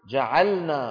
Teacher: ما في شيء اسمه جعلنا، لابد أن نقول إيه؟ جعلنا، فنبين اللام من النون